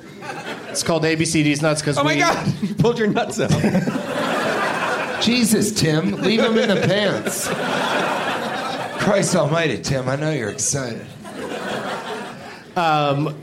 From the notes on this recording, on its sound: Live from Comedy Works in Denver, CO